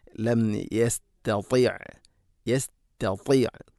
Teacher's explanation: യസ്തതി അല്ല യസ്തത, ഒന്നാമത്തെ ത ലൈറ്റ് ലെറ്ററാണ് അഥവാ കനപ്പിക്കാതെ ഉച്ചരിക്കേണ്ട അക്ഷരം. രണ്ടാമത്തത് ത കനപ്പിച്ചുച്ചരിക്കേണ്ട അക്ഷരമാണ്, അതുകൊണ്ട് രണ്ടും ഒരുപോലെയാവരുത്, തീർത്തും വ്യത്യസ്തമാണ്.